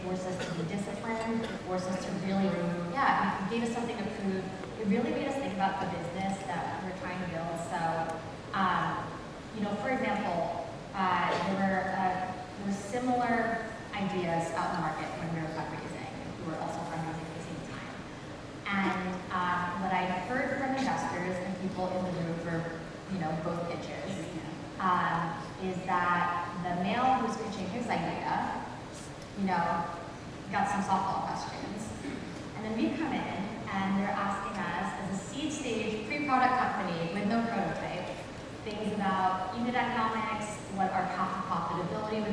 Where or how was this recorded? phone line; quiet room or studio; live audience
live audience